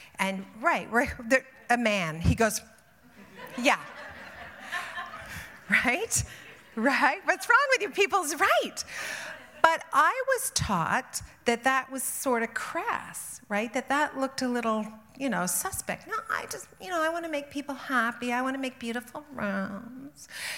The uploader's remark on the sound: Live at IDS Toronto. Spoke to a sold-out crowd.